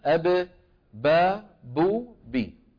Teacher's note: الباء أيضا تخرج من فين؟ من الشفتين، شايف؟ بانطباق الشفتين على بعضهما